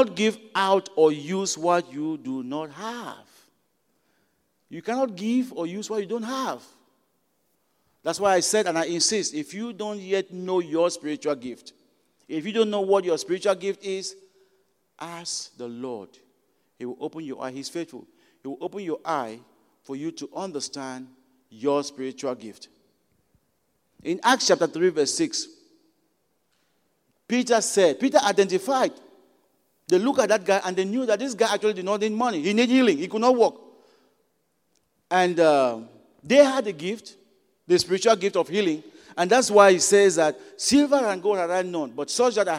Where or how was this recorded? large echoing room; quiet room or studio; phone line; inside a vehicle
large echoing room